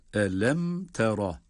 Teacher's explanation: Burada bir izhar var. Yani mimi sakin, cezimli mimden sonra ta harfinin gelmesiyle bir izhar oluşmakta.